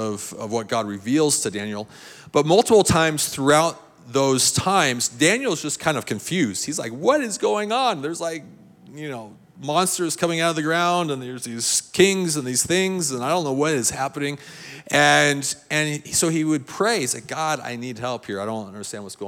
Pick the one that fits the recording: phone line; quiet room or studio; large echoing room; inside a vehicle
large echoing room